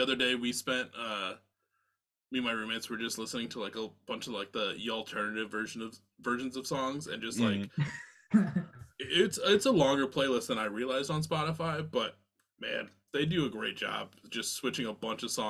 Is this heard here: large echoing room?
no